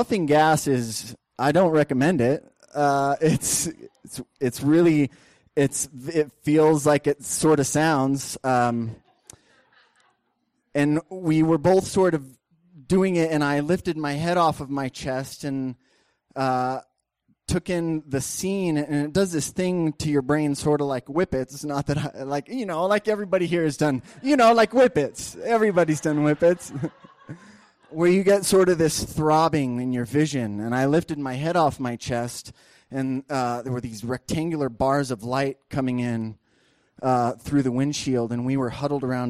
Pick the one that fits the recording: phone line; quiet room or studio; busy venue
busy venue